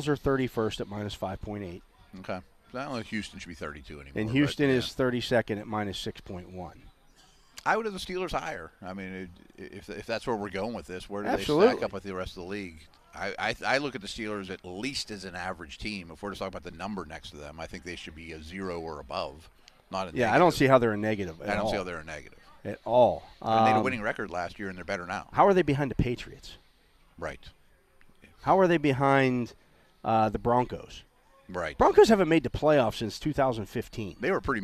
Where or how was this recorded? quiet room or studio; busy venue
busy venue